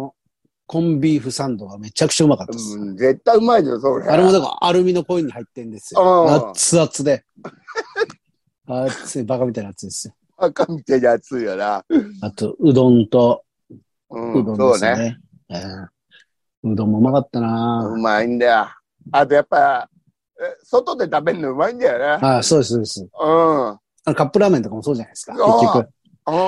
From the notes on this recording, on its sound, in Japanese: ZOOMで収録